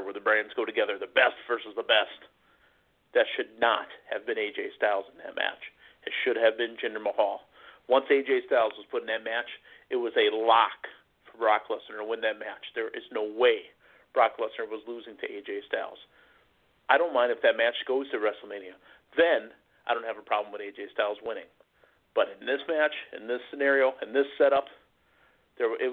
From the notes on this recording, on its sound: taking your LIVE phone calls